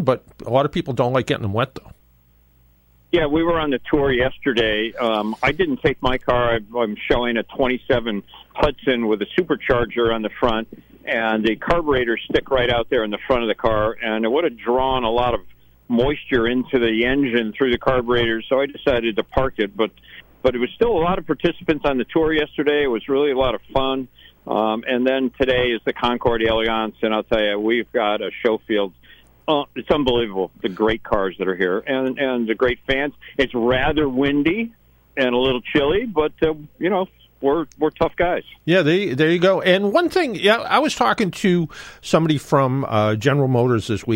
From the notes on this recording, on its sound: called in from Newport Motor Week and the Audrain Museum